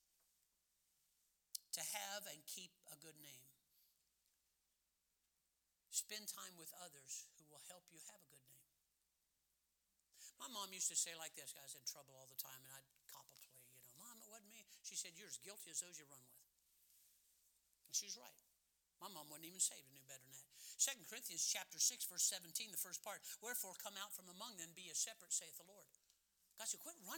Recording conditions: large echoing room